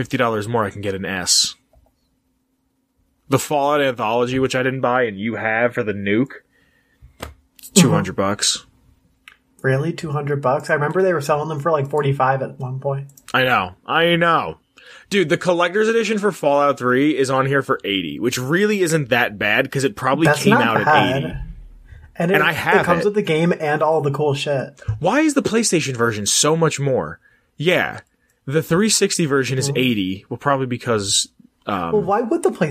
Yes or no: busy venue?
no